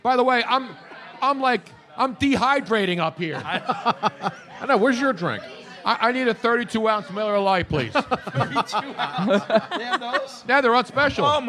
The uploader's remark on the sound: LIVE from the Jughandle Inn in Cinnaminson NJ